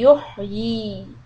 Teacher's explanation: Don't bounce the ha and stretch the ya to harakat.